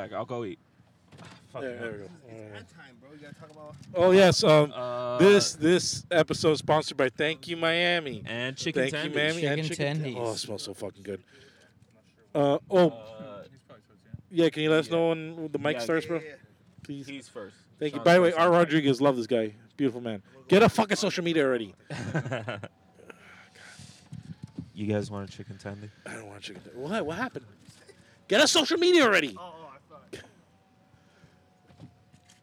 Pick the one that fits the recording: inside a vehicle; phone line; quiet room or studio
inside a vehicle